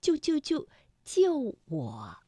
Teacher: 当就连在一起的时候，不可能每一个字都从五能够降到幺，所以啊，我们通常把它从五降到三。这个去声就完成了，就我。那像姐姐，那本身呢，姐是重叠名词，那第二个姐呢，就要变成轻声了，读得短促而轻。那么姐姐本来啊，这个赏声也应该读214，姐。但是当连读的时候，第一个"姐"呢，我们就把它读成二幺，姐姐。好，接下来呀，我们就来听成语"三人成虎"的故事。虎是个赏声字，那和